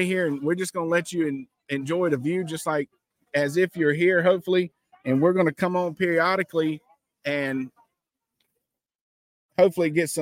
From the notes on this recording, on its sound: This is a recording of a live broadcast from a tailgate fundraiser in Clemson, SC on 8/4/23.